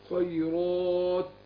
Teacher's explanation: شوف تفخيم الراء وبعدين أهمس الايه؟ التاء